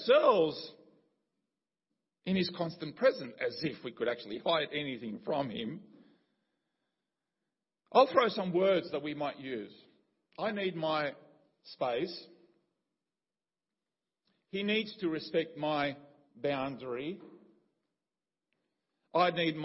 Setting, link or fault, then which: setting, large echoing room